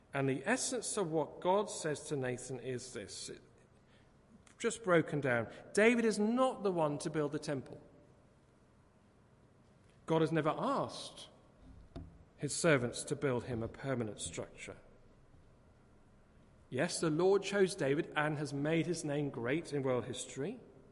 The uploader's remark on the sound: Christ Church, Bayston Hill (UK)